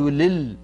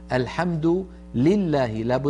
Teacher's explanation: لابد من كسر اللام ولا نخلطها بسكون · Shown in: second take